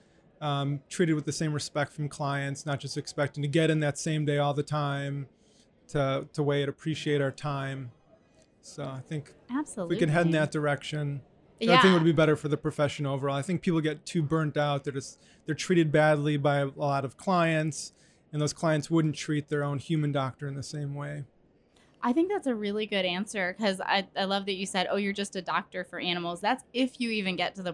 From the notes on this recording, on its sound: Recorded in the midst of VMX 2023. Is joined by a group of VMX attendees.